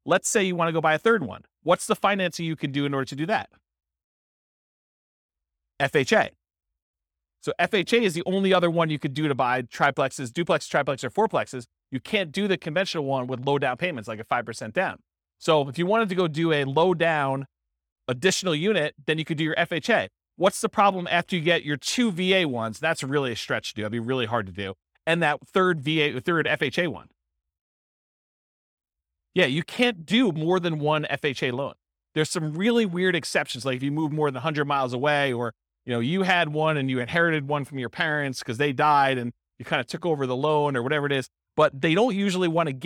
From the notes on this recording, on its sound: This was a live class recorded to give investors a solid overview of the house hacking real estate investing strategy. Live in-person version.